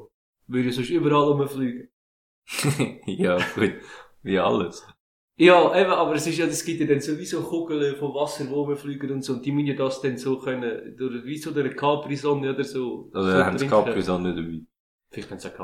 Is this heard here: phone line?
no